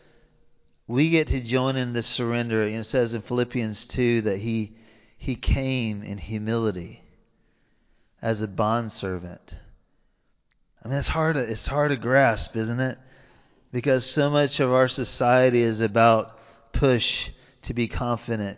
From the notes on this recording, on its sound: Recorded live in Liberty Church on 5 March 2023